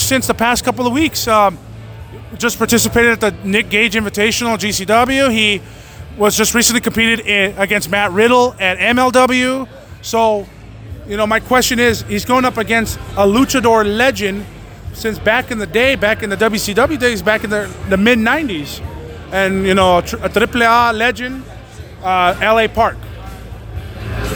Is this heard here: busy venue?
yes